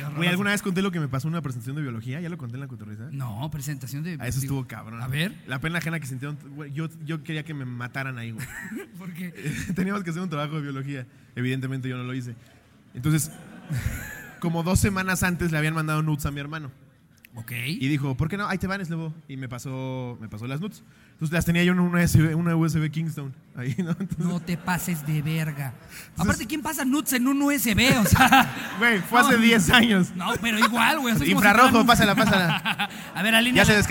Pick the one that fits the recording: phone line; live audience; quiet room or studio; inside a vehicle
live audience